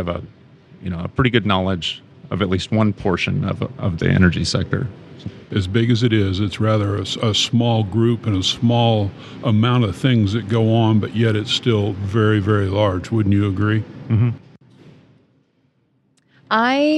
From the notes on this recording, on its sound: At the Wiess Energy Hall located at the Houston Museum of Natural Science.